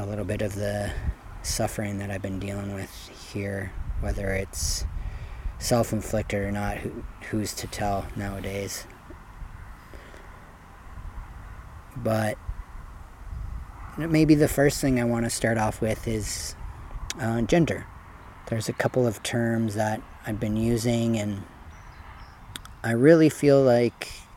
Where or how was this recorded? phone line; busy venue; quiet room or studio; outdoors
outdoors